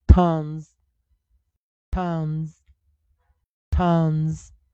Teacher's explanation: 还是用一个浊化 S 的结尾啊